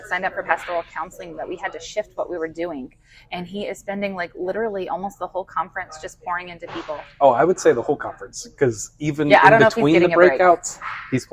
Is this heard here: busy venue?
yes